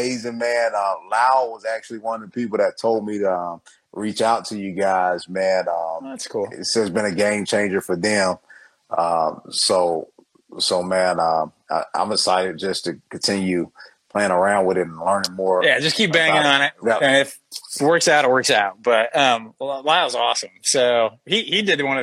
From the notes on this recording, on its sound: Recorded on Instagram Live